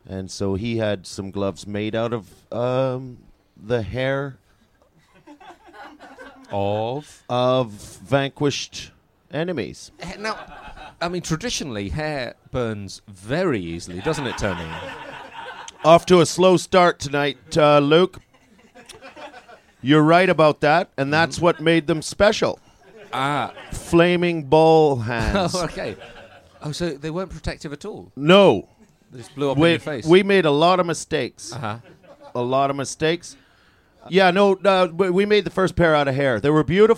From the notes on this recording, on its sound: In the third episode to be recorded at the Edinburgh Festival Fringe, we again take questions from the audience.